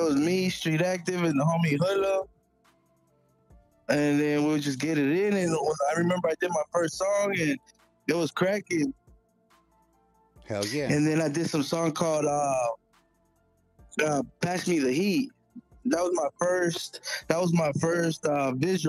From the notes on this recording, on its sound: Calls in from the Pen.